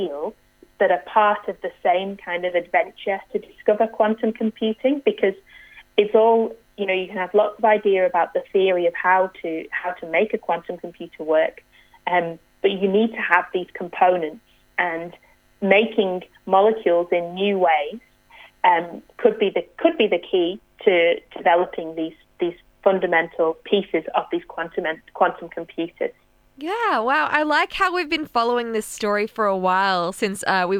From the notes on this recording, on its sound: needed to call in from home